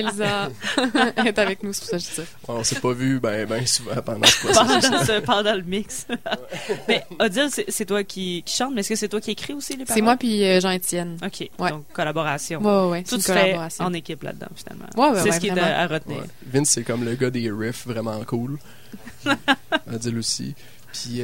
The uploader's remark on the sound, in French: Présentée sur les ondes de CKRL 89,1, en direct du bar Le Sacrilège.